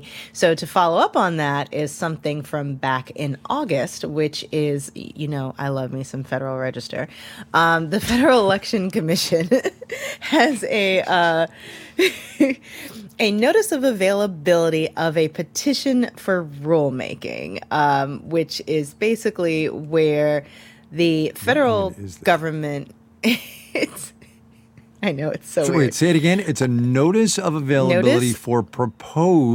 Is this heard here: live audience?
no